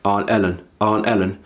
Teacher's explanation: you're saying Aunt Ellen. And that's because you're using a glottal again.